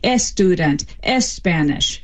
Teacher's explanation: A really classic example in English is when Spanish speakers try to pronounce words like student or even Spanish, the SP and the ST clusters cannot happen word initially in Spanish. And so what they do is something similar to the strategy that an English speaker trying to speak Swahili would, and they stick a vowel beforehand. · Term: phonotactic constraints